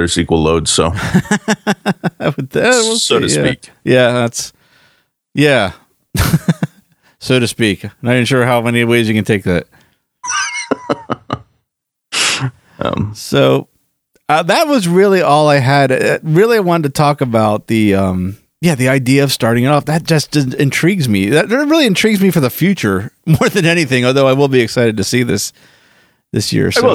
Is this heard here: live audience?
no